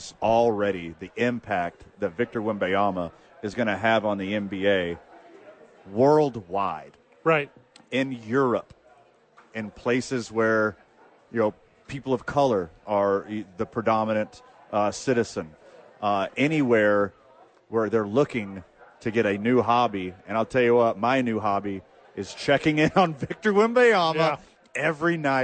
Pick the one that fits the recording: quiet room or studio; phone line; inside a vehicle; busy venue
busy venue